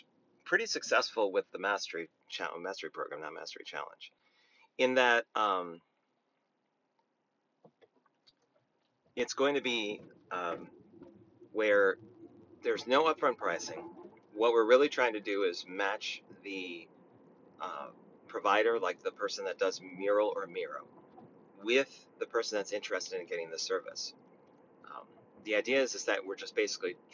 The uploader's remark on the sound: I thought it might be fun to record an episode in my Tesla while I was running some errands. I don’t know if the audio quality is going to be enough.